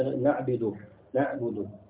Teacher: كانت تلفظ في بعض اللهجات العربية نعبد نعبد مثلا بكسر النون